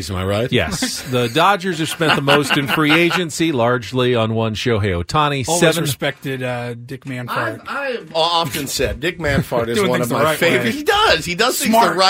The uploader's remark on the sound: ask Padres fans to call in and give us their thoughts